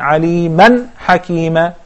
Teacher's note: The two zapar or the two fathas, correct? And since it's followed by ha, there is اظهار